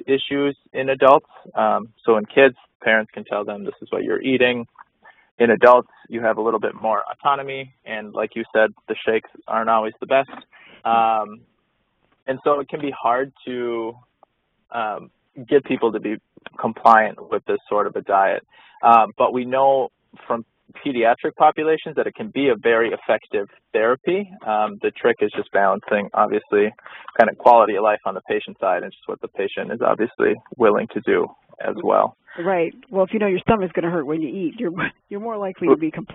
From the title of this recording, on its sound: phone Call